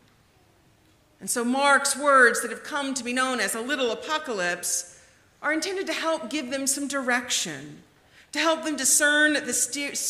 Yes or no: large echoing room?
yes